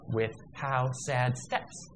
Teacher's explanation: We're going up, up, up, up in accentuation all the way, but you actually have two iambs with how sad steps.